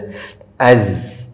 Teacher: സ എന്ന് പറയുന്നത് നാവിൻ്റെ കൂർത്ത അറ്റം താഴെയും ഇടയുമുള്ള മുൻപല്ലുകൾക്ക് ഇടയിൽ വെച്ചുകൊണ്ട് പറയുന്ന അക്ഷരമാണ് സ, അസ് എന്ന ശബ്ദം.